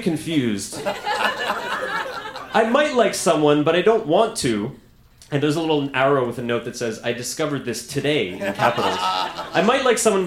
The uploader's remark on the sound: Recorded live at La Vitrola in Montreal, QC.